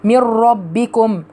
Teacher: النون الساكنة بتاعت من أضغمت في الراء إضغام كامل بدون غنة فبقت من ربكم.